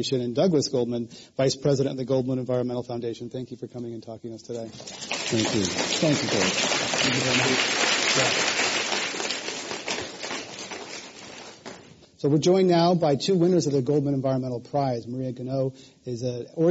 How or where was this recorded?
live audience